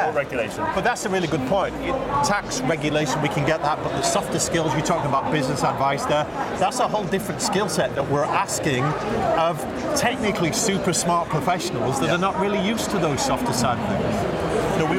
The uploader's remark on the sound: Live from Europe's Biggest Event Accountex. We're going to run a series of live interviews conducted at Accountex 2022 which took place in London recently. Enjoy the live buzz of the event!